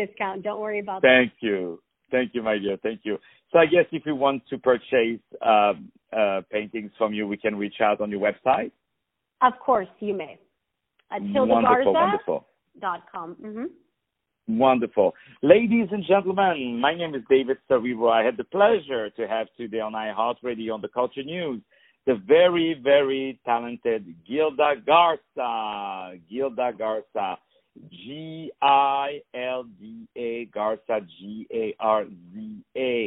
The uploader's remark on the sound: On the phone